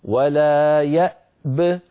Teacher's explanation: فإن وقفنا نسكن الباء ونقول ولا يأب، أعيد ولا يأب، فنسكن الهمزة ونسكن الباء مع قلقلتها هكذا ولا يأب، ولنحذر من قلقلة الهمزة التي قبل الباء.